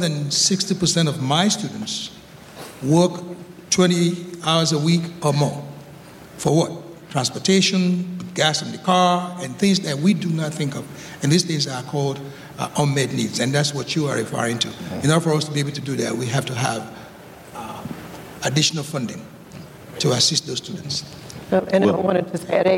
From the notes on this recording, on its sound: recorded live on June 16th, 2022 as part of the first Asheville Ideas Festival